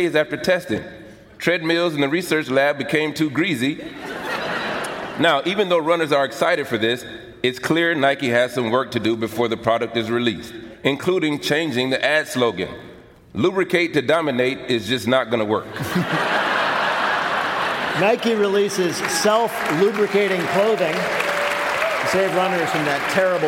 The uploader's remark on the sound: This week we come to you from the Palace Theatre in Louisville, Kentucky